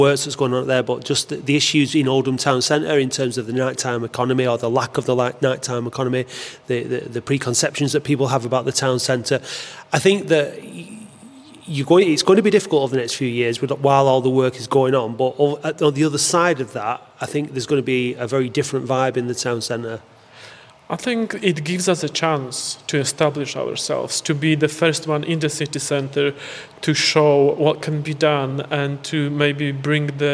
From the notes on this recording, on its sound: This episode was recorded at the party to celebrate this milestone, as some of the attendees shared their experiences and associations with both the building and the venue.